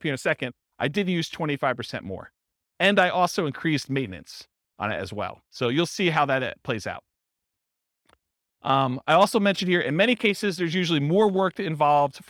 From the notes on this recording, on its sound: This was a live class recorded